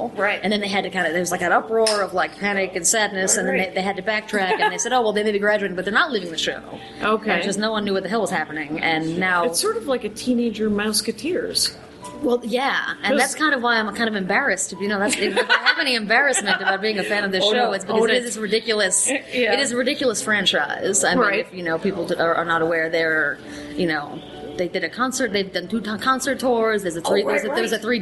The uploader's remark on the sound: We have dinner in Brooklyn (Japanese). So, you get to hear more restaurant noise!